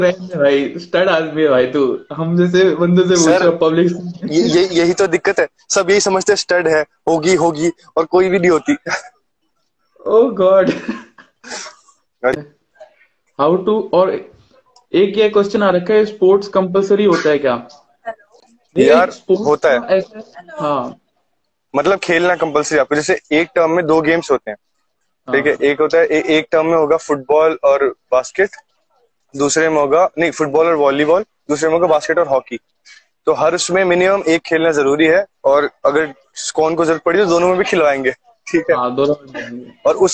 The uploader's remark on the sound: This was part of Insta Live.